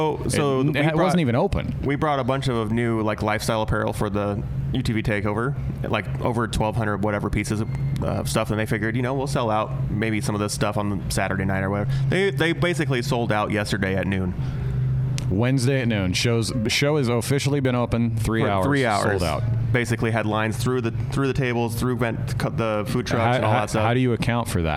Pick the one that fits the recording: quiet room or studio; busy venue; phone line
busy venue